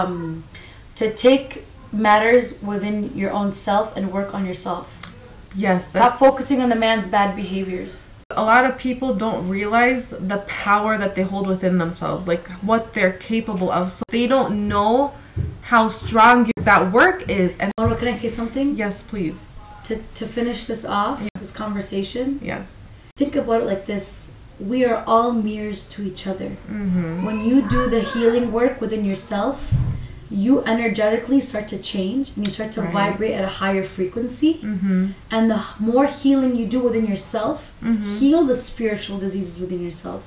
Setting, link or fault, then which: fault, sounds in the background